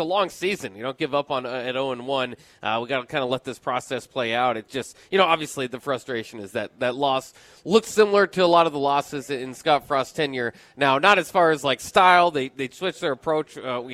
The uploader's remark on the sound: LIVE at Wingstop